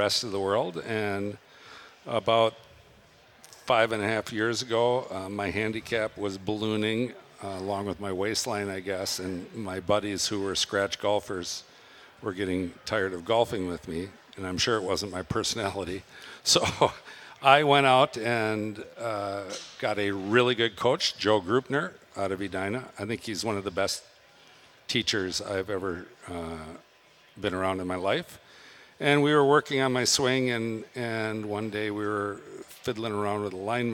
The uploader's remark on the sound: We are live at the Minnesota Golf Show. We are live at the Minnesota Golf Show from the Josh Arnold Investment Consultant podcast stage.